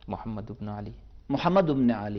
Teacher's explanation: یہ حمزہ وصل اسمی ہے، درمیان میں آیا ہے، تو اسے ابن نہیں پڑھیں گے، جی وابن پڑھیں گے، دبن پڑھیں گے، جو حرکت ہوگی اس کے پہلے سے والے ملا کے.